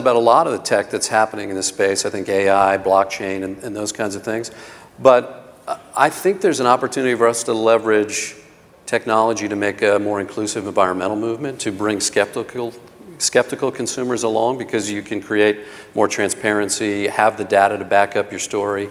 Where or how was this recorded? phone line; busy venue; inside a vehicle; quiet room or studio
busy venue